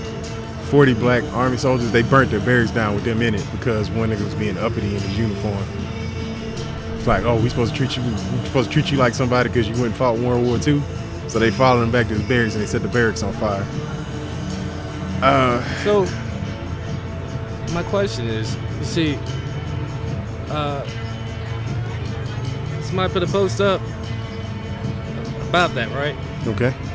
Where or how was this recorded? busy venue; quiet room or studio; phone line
busy venue